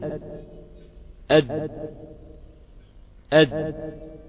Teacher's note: انحبس الهواء خلف هذا الحرف خلف حرف الدال · Term: انحباس الهواء